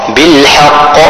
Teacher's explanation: خلق السماوات والأرض بالحق هنا قلقلة كبرى فيها شدة ووقف على القاف